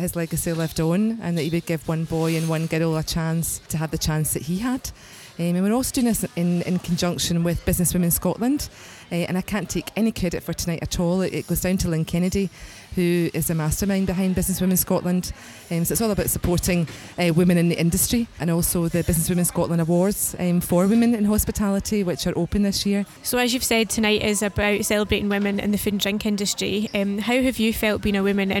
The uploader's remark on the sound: A live recording from a special fundraising dinner at Eusebi's in Glasgow.